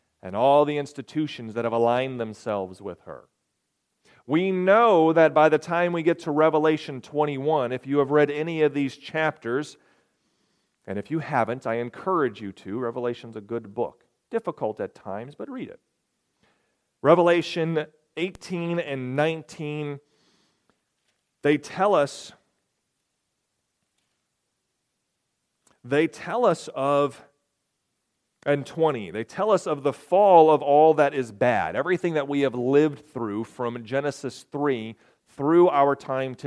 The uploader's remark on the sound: This message coincided with a special communion service. Recorded on March 11, 2023, at Ringgold Seventh-day Adventist Church.